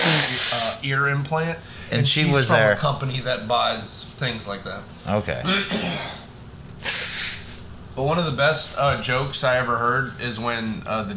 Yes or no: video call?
no